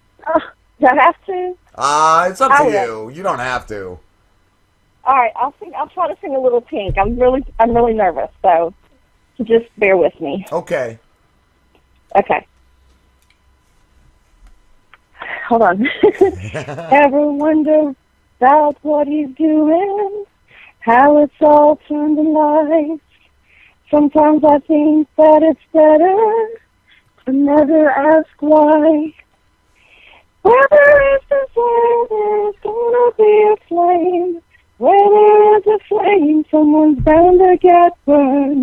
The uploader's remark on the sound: call in along with a fantastic new caller